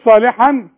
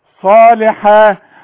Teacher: واذا وقفت على الحرف اللي عليه فتحتين تقفي عليه بالالف كامله · Shown in: first take